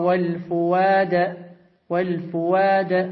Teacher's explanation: الهمز أو الهمز من فؤاد حيث جاء في القرآن قد ابدلا، قد قرئ للأصبهاني بالإبدال، فيقرأ إن السمع والبصر والفؤاد والفؤاد، يبدل هذه الهمزة يبدلها واو